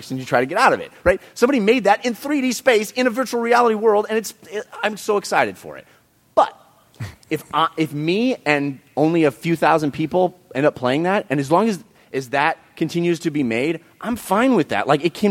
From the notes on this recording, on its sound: This special episode was recorded in front of a LIVE audience at PAX 2015!